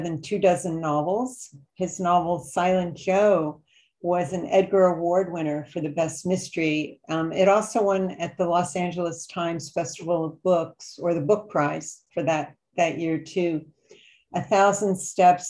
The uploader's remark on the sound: This interview was originally recorded as a Sisters in Crime Zoom event (which was Zoom-bombed, but that's another story)